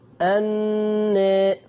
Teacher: خلي بالك من غنة النون قبل التقليل